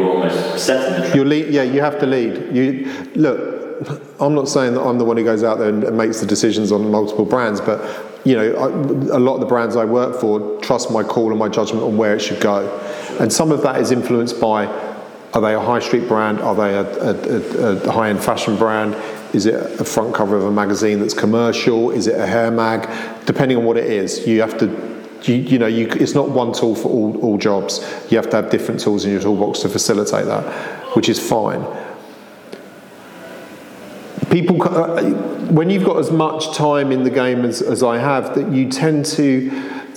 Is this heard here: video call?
no